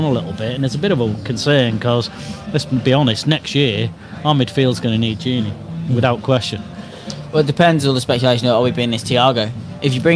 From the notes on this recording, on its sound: Podcast in a Pub. This is an experimental live stream Podcast, the Audio will be published as a Podcast afterwards.